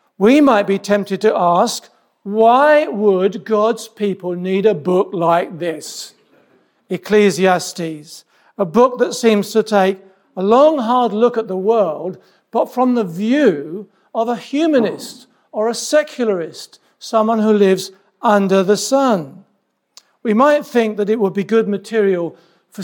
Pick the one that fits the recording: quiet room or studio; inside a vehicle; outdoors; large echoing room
large echoing room